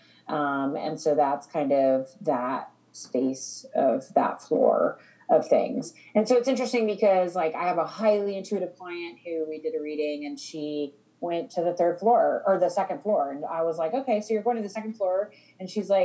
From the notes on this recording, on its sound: We apologize for any sound interruptions (there were a few on this one oops!) and differences in quality, as we both are connecting in from home over a zoom call.